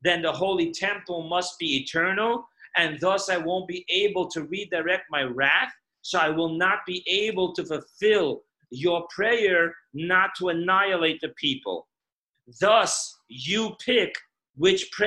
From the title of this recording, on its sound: Zoom Parsha Class